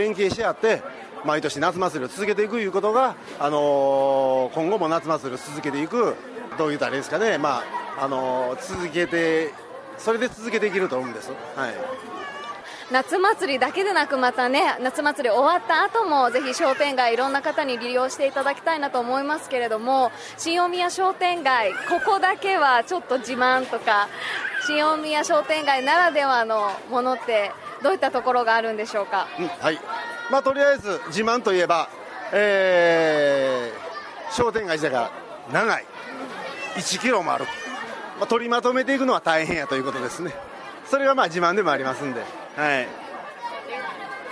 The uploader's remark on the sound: through the Summer Festival at Shin-Omiya Shopping District!